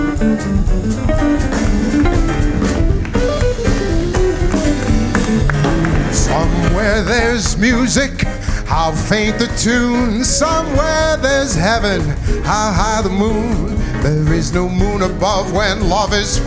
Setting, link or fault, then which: setting, busy venue